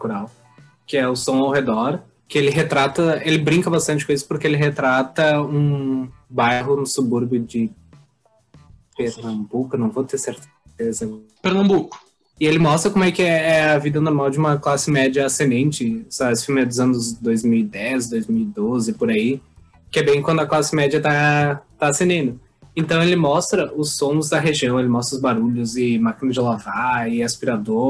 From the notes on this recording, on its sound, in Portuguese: O Podcast foi gravado de maneira remota, através de plataformas de vídeo gratuitas. Pedimos desculpas pelas dificuldades de conexão e som devido a gravação à distância nesse período de pandemia. Podcast gravado através do Zoom.